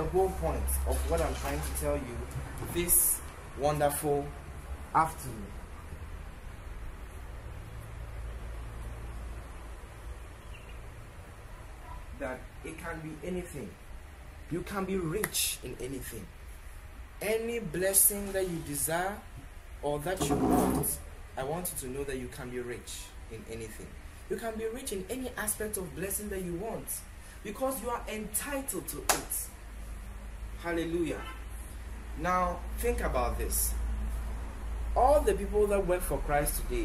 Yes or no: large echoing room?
yes